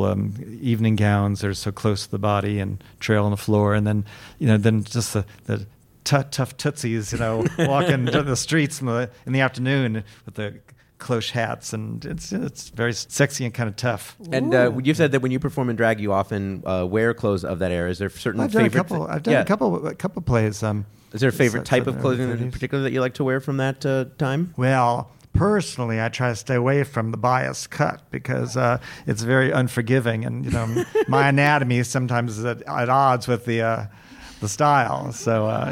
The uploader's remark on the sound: The show was recorded at Caveat in New York City. The show was recorded at Caveat in New York City.